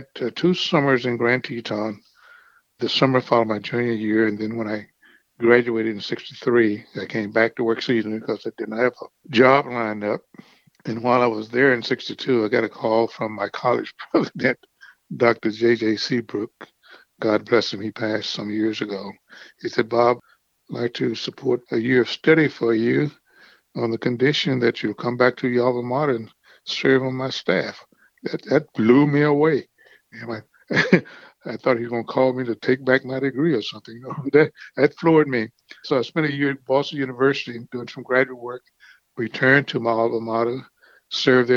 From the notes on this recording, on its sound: Speak by phone. From his home in Maryland.